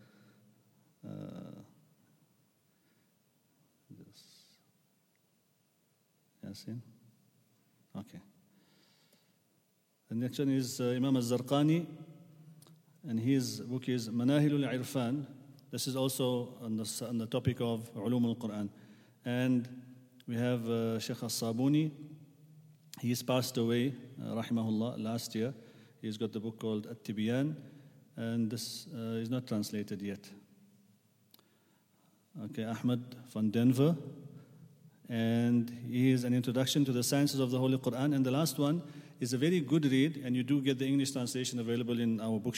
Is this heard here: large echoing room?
yes